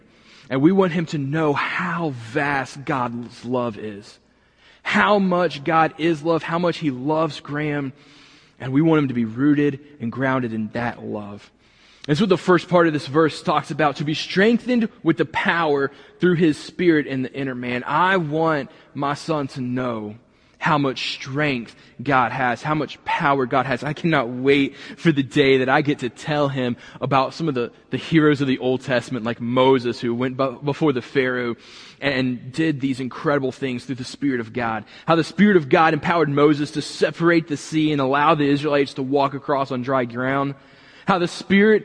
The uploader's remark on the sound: this week was recorded from the building